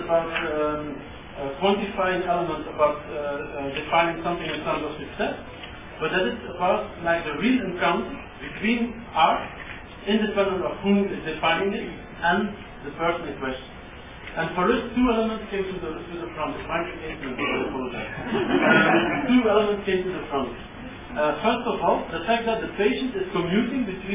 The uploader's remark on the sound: This is an audio recording of the breakout session. At the 2010 World Creativity Forum in Oklahoma City, Oklahoma.